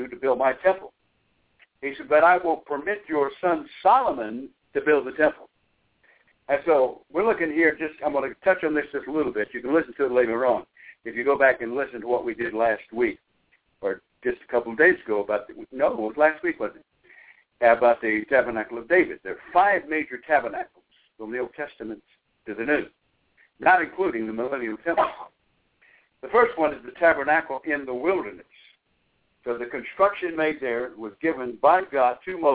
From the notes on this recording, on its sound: Bible Study via conference call